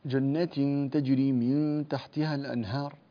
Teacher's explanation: في حالة الإخفاء عند التاء، اللسان يقترب جدا من مخرج التاء. طيب، لأن احنا متفقين أن اللسان لا يلتصق في مخرج التاء في حالة الإخفاء، وإنما يقترب جدا، يعني لا تستطيع أن تقول من تحتها، لا تستطيع أن تنطق بهذا، ولا أن تبتعد كثيرا من تحتها.